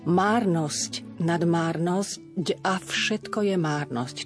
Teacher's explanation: keď máme spojku a, ktorá je znelá, meníme výslovnosť márnosť na zď. Hej, márnosť sa mení na zď. · Term: spodobovať